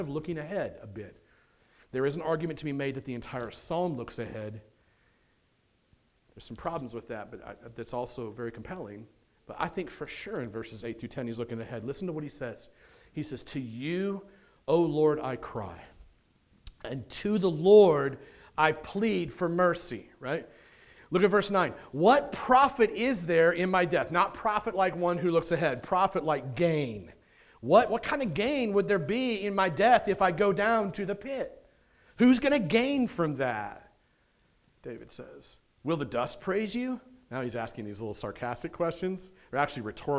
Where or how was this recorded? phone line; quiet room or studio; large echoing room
large echoing room